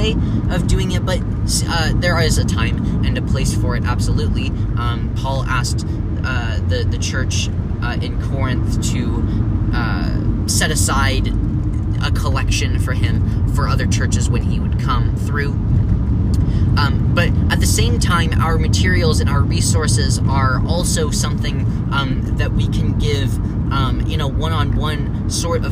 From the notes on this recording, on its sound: in the car